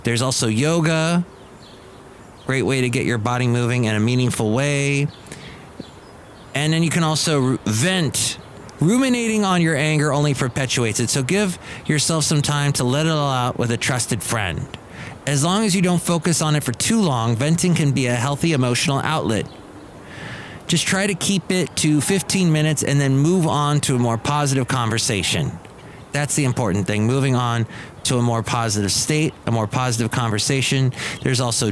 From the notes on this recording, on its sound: podcasts live from Cafe Anyway